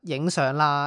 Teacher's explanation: 它前面的 N 将后面的 L 都变成了 N 咯 · Term: 同化